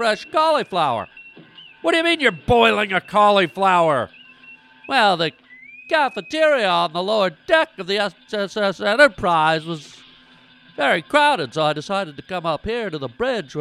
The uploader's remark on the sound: Listener call